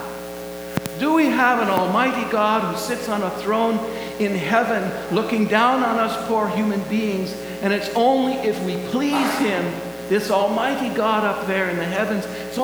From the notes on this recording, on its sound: Please excuse the buzz in the audio background!